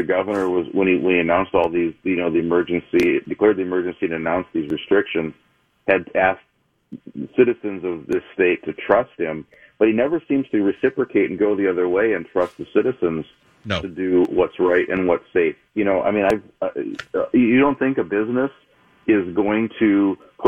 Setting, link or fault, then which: link, phone line